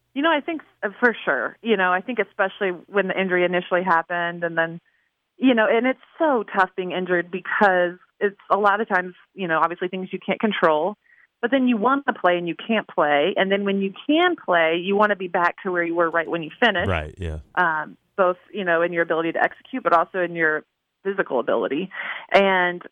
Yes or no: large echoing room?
no